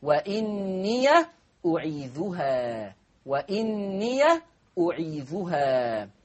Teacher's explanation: قرأها ورشي بفتح ياء الاضافة، امتى؟ وصلا